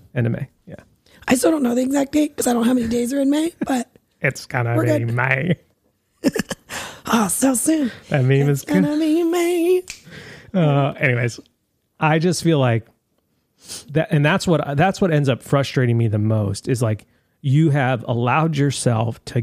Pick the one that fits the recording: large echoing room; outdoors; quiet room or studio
quiet room or studio